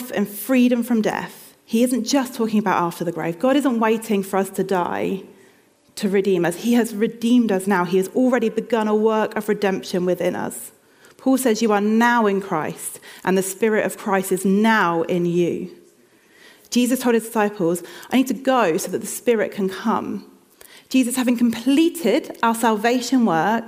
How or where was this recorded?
large echoing room